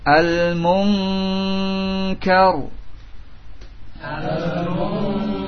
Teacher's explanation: nun sudah kita pelajari memiliki sifat gunnah yang masuk ke lubang hidung. Sementara pangkal lidah ini dekat dengan lubang yang masuk ke hidung.